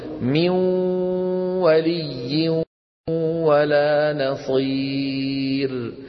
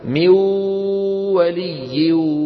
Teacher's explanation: من أجل هذا اعتبروه حرف فرعي، لأنه لا هو نون ولا هو واو صرفة، هو صوت المسموع صوت مزيج، صوت ممزوج من غنة النون ومن الواو · Shown in: first take · Term: الإدغام الناقص